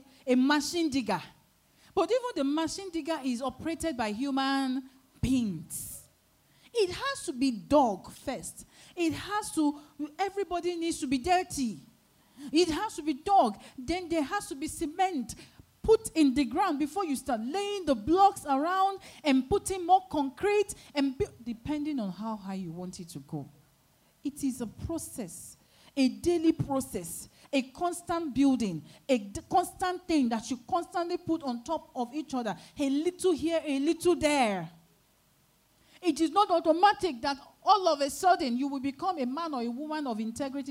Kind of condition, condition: setting, large echoing room